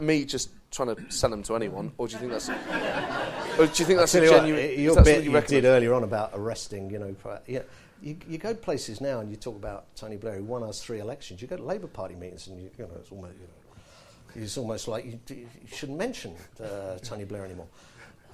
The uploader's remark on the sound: Recorded live at the St James Theatre.